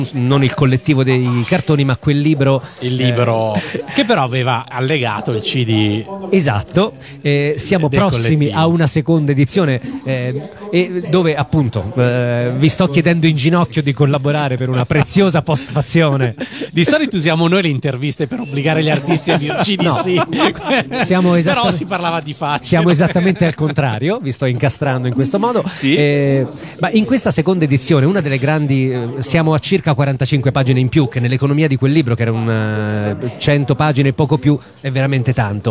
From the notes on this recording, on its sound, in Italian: Da San Marino Comics 2020 la nostra intervista